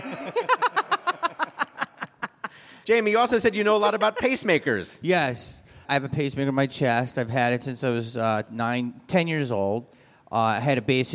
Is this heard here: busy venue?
yes